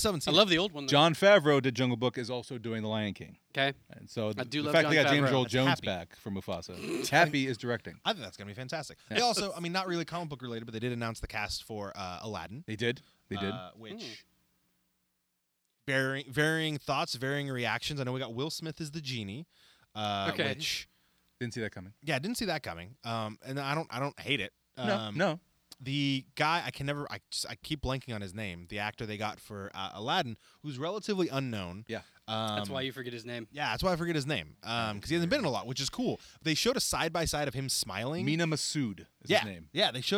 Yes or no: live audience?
no